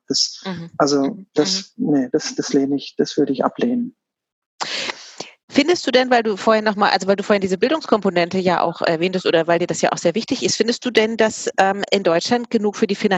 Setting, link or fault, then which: link, video call